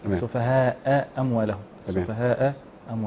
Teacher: الهمزتان إذا تجاورتا وجب أن يعتنى بكل واحدة منهم. تخرج كل واحدة على حدة.